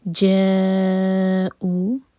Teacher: جا مد متصل ہے، اس کو چار حرکہ کھینچنا ہے. او مد بدل ہے، اس کو دو حرکہ کھینچنا ہے.